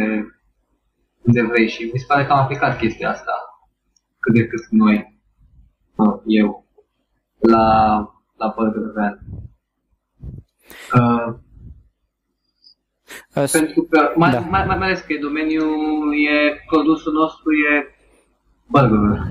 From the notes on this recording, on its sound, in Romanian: Editarea audio a fost (inca o data) un cosmar; serviciul care m-a salvat a fost Auphonic, pentru a aduce la acelasi nivel cele 2 track-uri audio salvate cu MP3 Skype recorder.